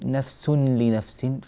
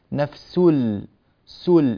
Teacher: من سين إلى لام مباشرة والنون سقطت في الوسط لا يوجد لها أي أثر أبدا في حالة الوصل · Shown in: second take · Term: إدغام بغير غنة